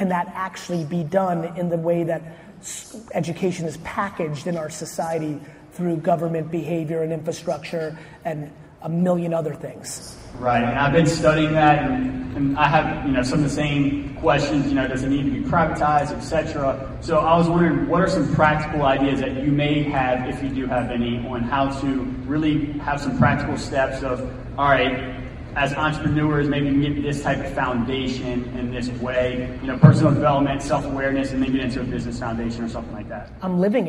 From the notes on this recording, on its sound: SkySprout Keynote. Keynote from a talk I did in Columbus, Ohio on July 16th. Thank you SkySprout for hosting such a great event, a lot of great Q&A about 30 minutes in.